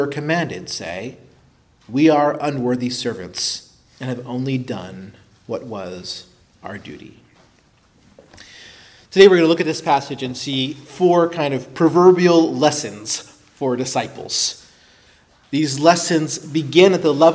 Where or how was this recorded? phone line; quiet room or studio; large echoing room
large echoing room